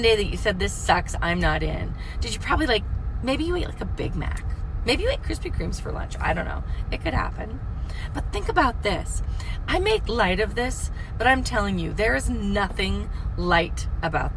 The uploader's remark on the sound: from the car!